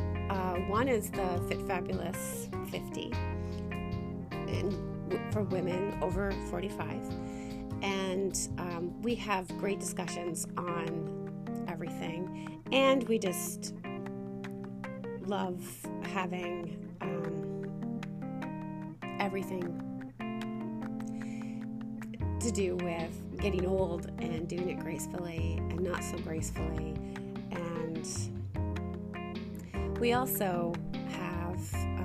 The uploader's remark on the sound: The sound is off, there is interference and I cry. This episode had so much technical difficulties.